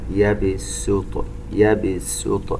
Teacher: السين المضمومة نشبع الضمة لكن لا ننطقها صاد، لا نقرأ يبسط سين لكنها مضمومة، يبسط.